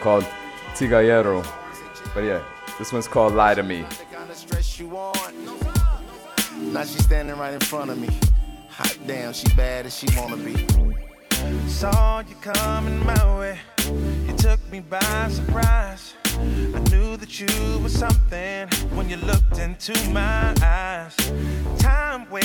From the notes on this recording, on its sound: Broadcast live on August 1, 2016 from the storefront of The Late Late Bar on Houston Street in New York City.